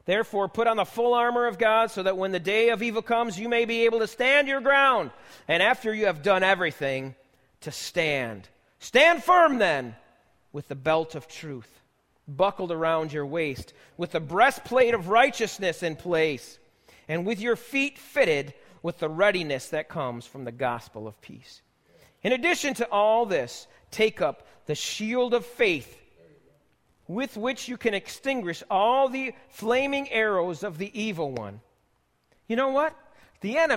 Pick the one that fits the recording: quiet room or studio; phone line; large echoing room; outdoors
large echoing room